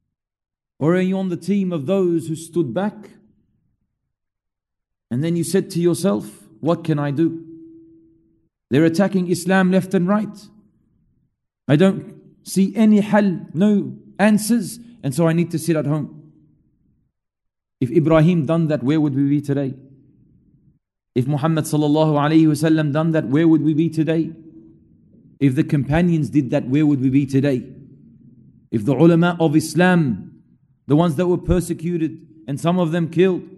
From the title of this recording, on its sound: LIVE from Masjid Al-Azhar, Belmore